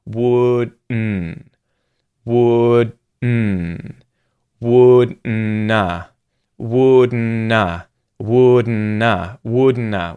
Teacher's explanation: You're going sort of straight into the syllabic N, it's called, with nasal release. So your mouth is effectively going into the D position, stopping the air from coming out of your mouth, and then it's coming out your nose. Your mouth is allowing air to go through your nasal passage and come out your nose as the vowel sound.